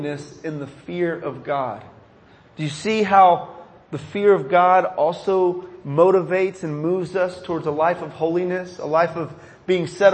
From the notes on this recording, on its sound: This sermon was recorded at the chapel service at Dallas Life Foundation.